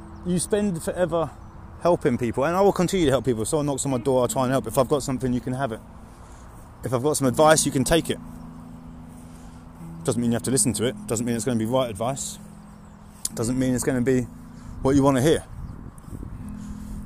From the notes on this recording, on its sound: In this episode we complete a stupid o'clock AM walk to listen to the birds and clear our minds. Releasing your tension in the forest with birds.